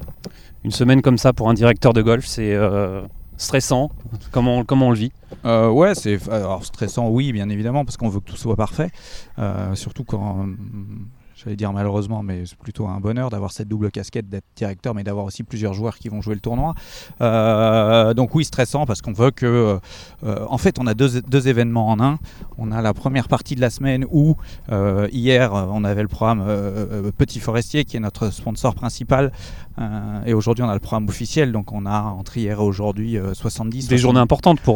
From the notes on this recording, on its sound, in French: direction le Vaudreuil Golf Challenge pour une émission en direct du golf normand